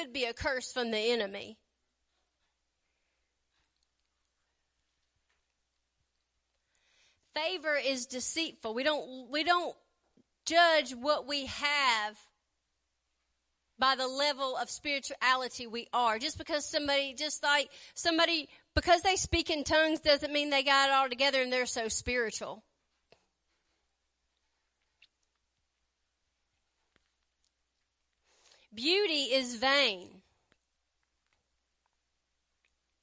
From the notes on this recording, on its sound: WELCOME TO OUR LIVE SERVICE. Preaching at Family Worship Center in Athens Tennessee.